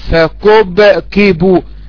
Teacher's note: عندك الكاف والباء، والباء هنا ساكنة في قلقلة